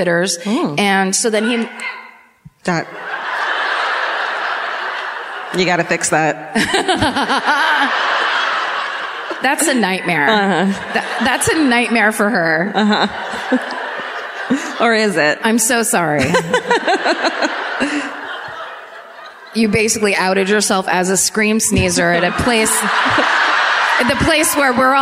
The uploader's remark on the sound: Live at the Lyric in Baltimore